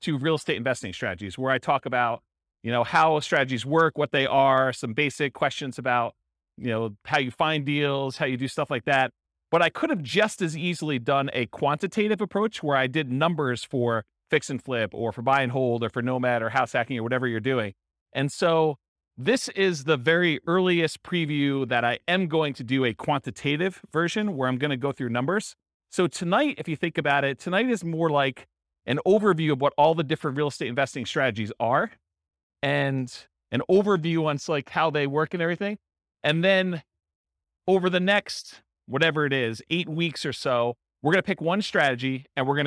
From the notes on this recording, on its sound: This was a live class recorded